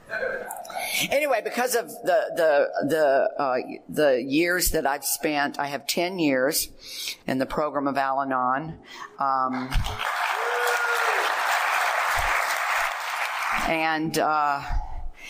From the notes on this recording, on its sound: In this recording he is the Al-Anon speaker at the AALA LGBTQ Convention held in 2012 in Burbank California